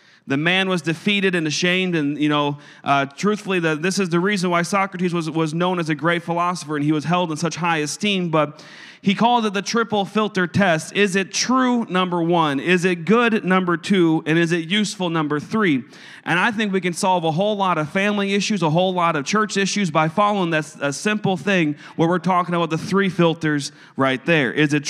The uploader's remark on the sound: a service recording from Connect Point UPC